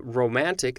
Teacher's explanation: the word romantic, is an accentual amphibrach because the middle syllable is stressed and it's in between two syllables that are unstressed